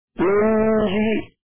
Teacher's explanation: بسكون النون الثانيه مع تخفيف الجيم